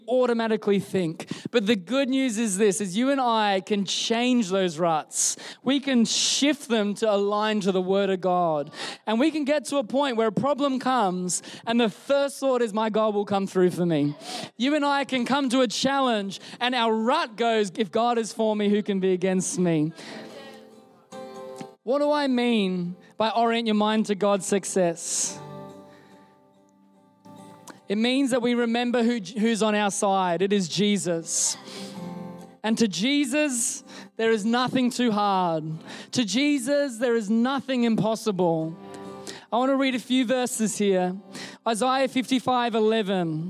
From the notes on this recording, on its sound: Recorded during our Melbourne East service on Sunday, the 12th of March 2023